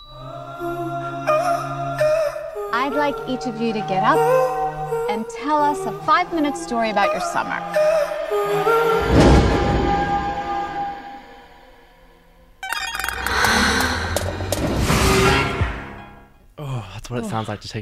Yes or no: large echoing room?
no